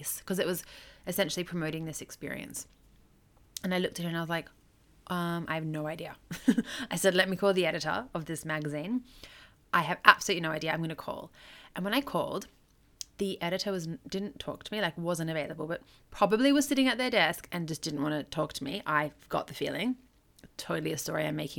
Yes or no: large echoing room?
no